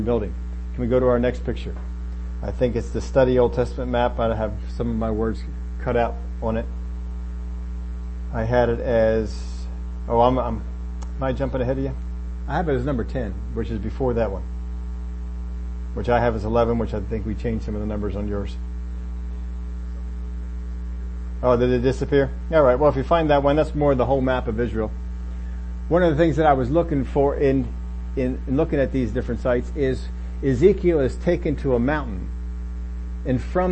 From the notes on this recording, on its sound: Had to pull this from the Facebook recording so there is a bit of a hum.